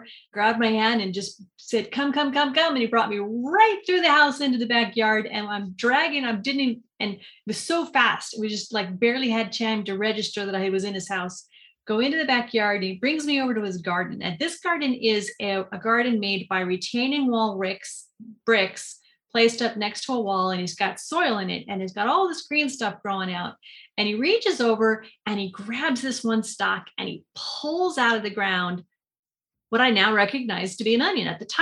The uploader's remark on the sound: In a Zoom room with a special guest. They answer questions from the live listening audience.